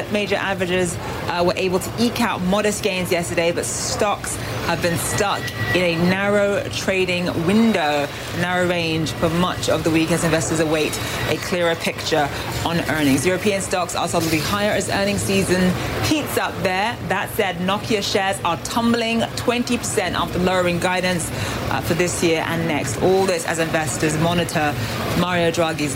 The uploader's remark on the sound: live from the New York Stock Exchange